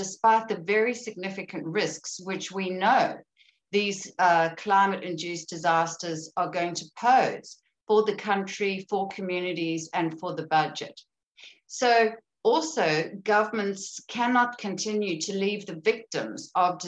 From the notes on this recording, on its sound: This event was held via Zoom